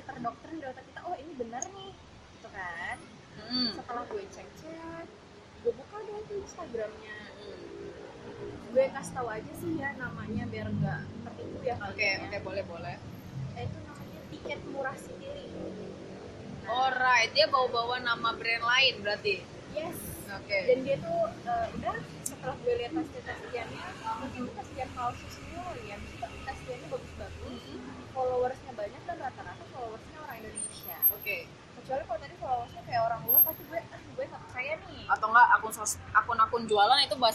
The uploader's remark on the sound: Sorry for noisy recording